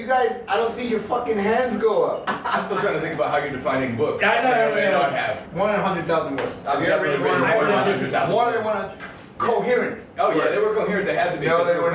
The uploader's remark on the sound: Live From Tokyo. A very lively live round table from 042 Union Kokubunji.